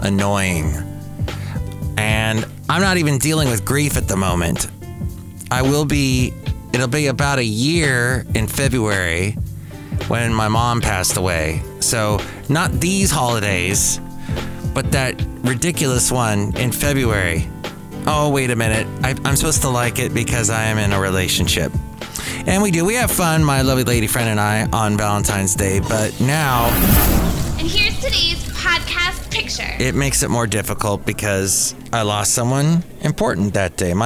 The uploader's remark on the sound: podcasts live from Cafe Anyway